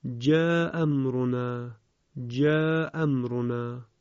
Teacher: ببینید مد منفصل شد، مد منفصل رو هم ابن کثیر نکشیده، یعنی به قصر خونده. پس اگر ما فرض کنیم که همزه اول همزه انتهای کلمه اول حذف شده، اینجا دیگه اون مد متصل از بین رفته، مد منفصلی هم که به وجود آمده است چون در قرائت ابن کثیر باید به قصر خونده بشه، دیگه کششی هم پیدا نمی کنه.